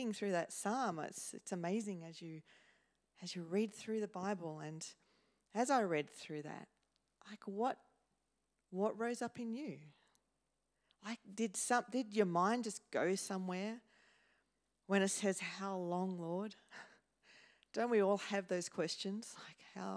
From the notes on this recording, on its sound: first preached in C3 Bathurst on 19 November 2023